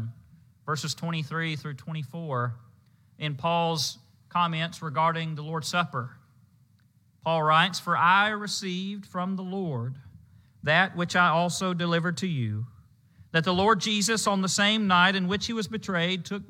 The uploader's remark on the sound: Preached at the Marietta, OK Church of Christ on Sunday, May 29, 2022.